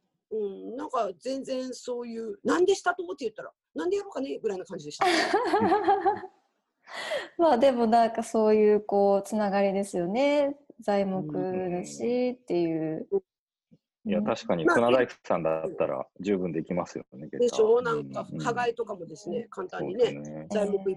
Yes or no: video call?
yes